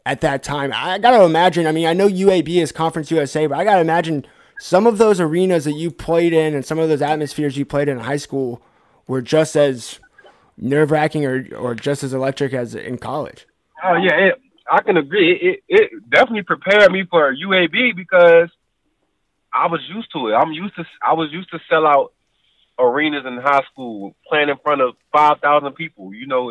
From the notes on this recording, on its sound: phone recording